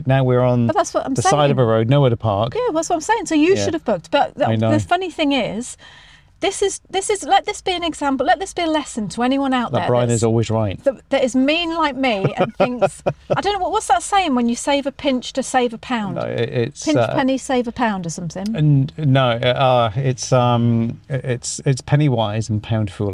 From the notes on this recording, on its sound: We drove back from Italy, over the French Alpes and are now sitting in our car outside an Airbnb in Calais making this podcast for you.